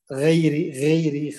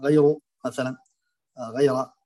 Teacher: أيضا ترقيق الغين غيري يخرجها مرققة، والصواب أنها تفخم